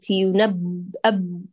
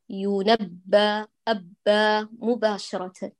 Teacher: بإعطاء الباء زمن الشدة والانحباس ثم الانتقال المباشر · Shown in: second take